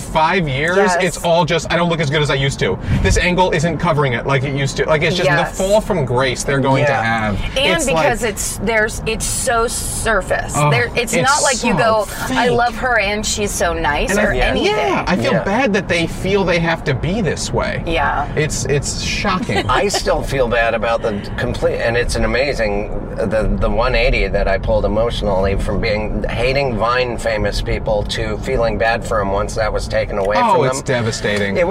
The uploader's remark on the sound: In the Car